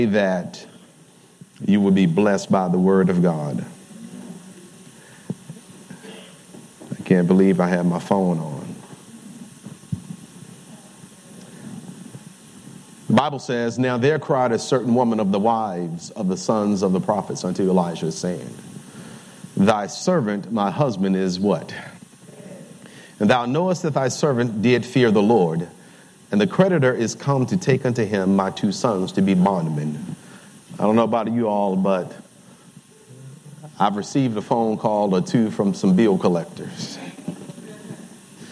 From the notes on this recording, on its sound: Welcome to Emmanuel Seventh-Day Adventist Church Live! Sabbath Divine Worship.